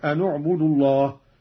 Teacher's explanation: قرأ قالون بضم أولى الساكنين وهو النون